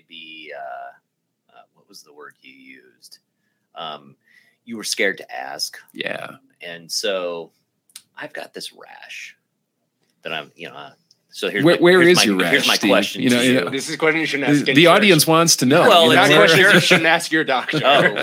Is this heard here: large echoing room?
no